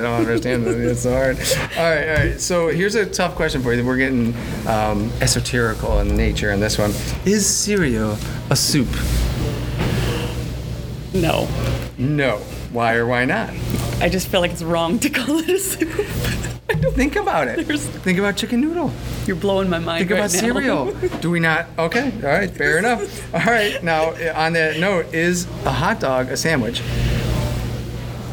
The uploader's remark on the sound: Recorded at This Little Pig Restaurant.